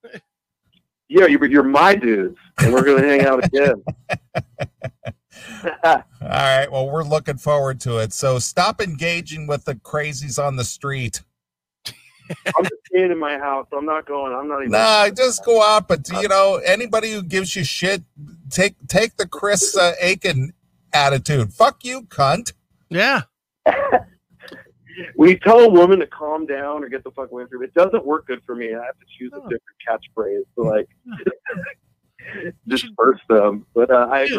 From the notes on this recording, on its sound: call in to tell a story